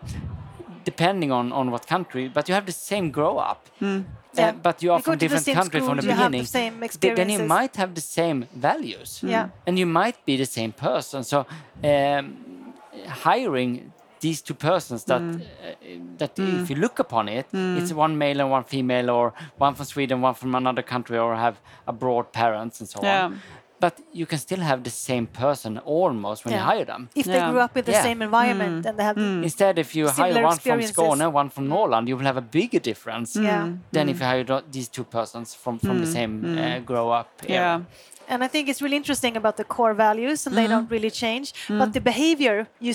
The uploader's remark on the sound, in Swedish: Detta är en live-podd från Ingenjörsdagen den 18 maj i Stockholm.